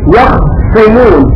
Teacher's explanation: قرأ أبو جعفر بسكون الخاء وتسديد الصاد يخصمون، والنطق فيها فيه عسر، يخصمون.